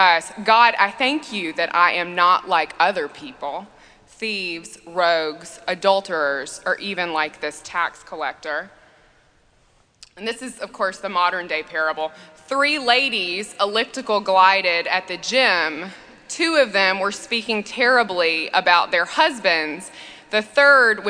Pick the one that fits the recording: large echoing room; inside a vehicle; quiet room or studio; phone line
large echoing room